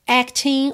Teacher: acting, o G final não é pronunciado